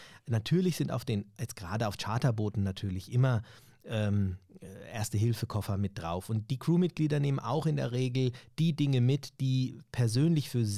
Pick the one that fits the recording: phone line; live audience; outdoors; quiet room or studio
quiet room or studio